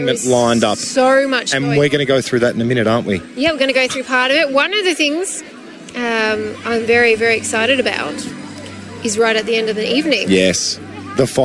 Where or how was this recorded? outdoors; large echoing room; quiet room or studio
outdoors